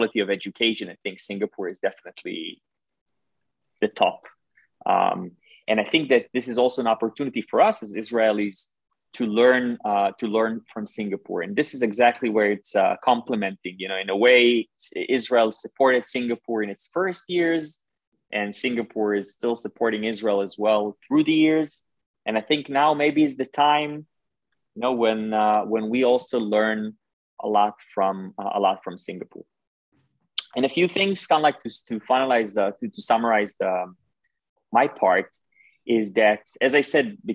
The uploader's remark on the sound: This webinar was organised by the Middle East Institute (NUS). This public talk was conducted online via Zoom.